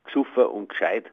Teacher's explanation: Da wird das GE grundsätzlich verkürzt zu einem G. Also gschuffer und gescheit, ohne Apostroph.